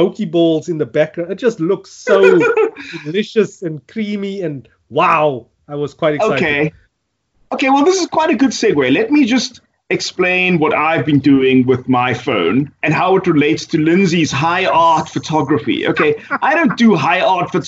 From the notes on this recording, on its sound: Recorded via Skype